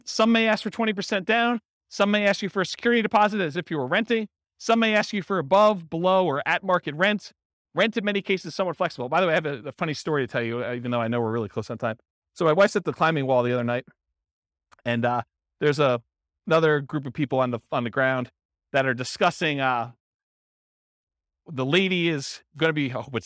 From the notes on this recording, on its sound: This was a live class recorded